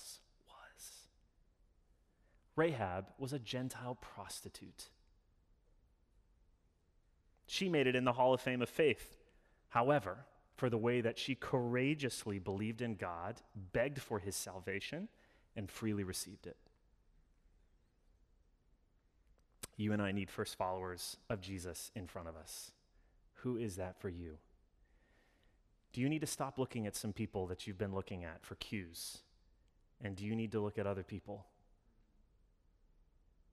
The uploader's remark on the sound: Sermon delivered Sunday, November 7, 2021 - All Saints Sunday